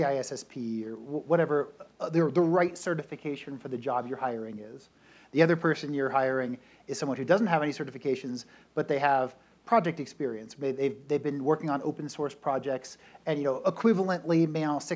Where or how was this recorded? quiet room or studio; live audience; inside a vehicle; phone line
live audience